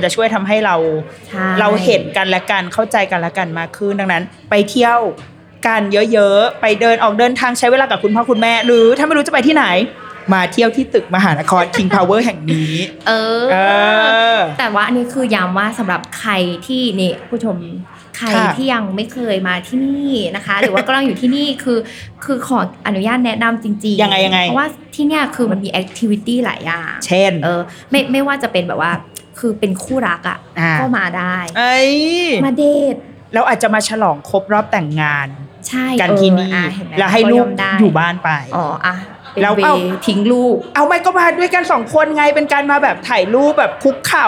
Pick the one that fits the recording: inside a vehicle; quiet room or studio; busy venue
busy venue